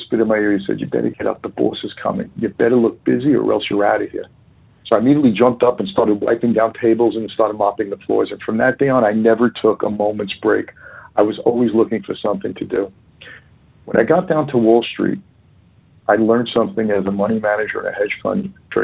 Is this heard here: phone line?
yes